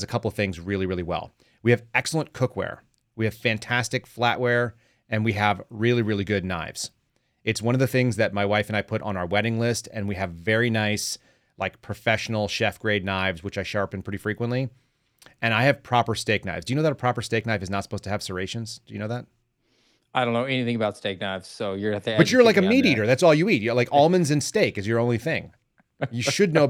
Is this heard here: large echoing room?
no